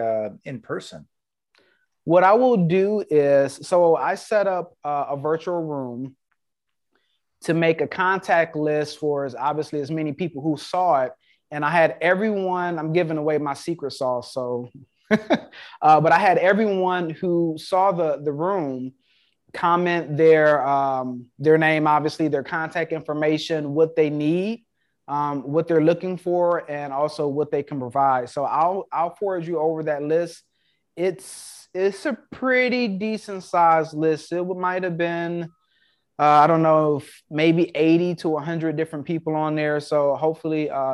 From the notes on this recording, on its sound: Investors Gallery is a live Zoom open to the public. Through this live zoom conference anyone can asks questions about their own investments, legal advice, or opportunities!